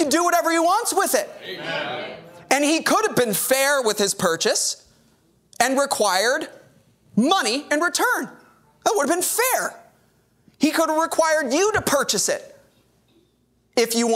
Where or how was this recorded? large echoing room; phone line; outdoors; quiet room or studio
large echoing room